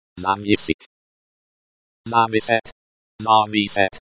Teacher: The stress is on the second syllable, and the e sound in the first syllable is like the e in bet.